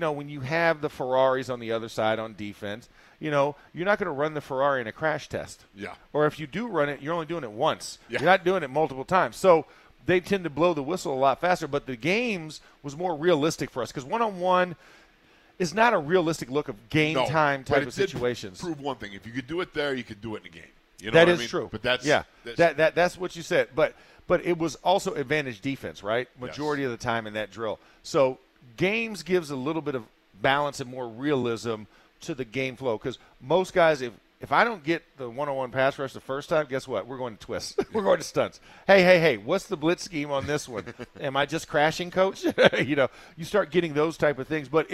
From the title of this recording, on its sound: In the Locker Room Live from Steelers Camp Day 5